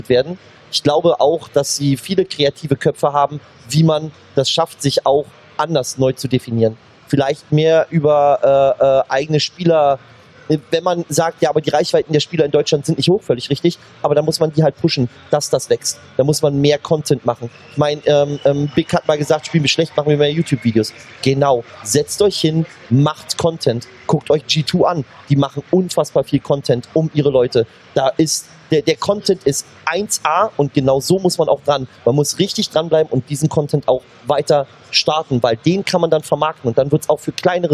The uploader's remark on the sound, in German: Das haben wir für euch live auf der CAGGTUS in Leipzig besprochen, einer der größten LAN-Partys Deutschlands.